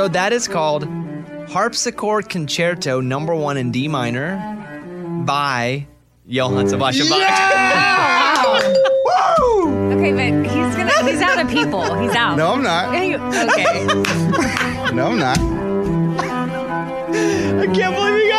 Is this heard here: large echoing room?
no